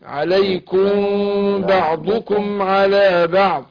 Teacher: ميم ساكن وبعدها باء نخفي الميم